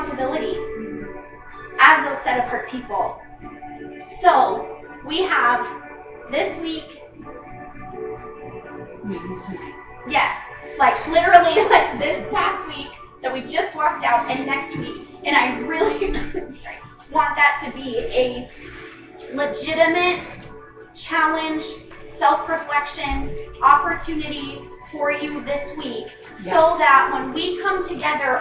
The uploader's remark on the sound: Regional Reformation Gathering. The quality of recording is not our normal standard.